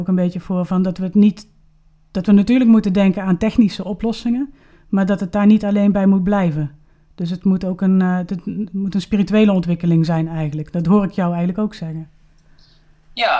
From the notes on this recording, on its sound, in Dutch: Vanwege de maatregelen rond het coronavirus is deze podcast opgenomen via Skype tijdens de ‘lockdown’ en in de Veertigdagentijd.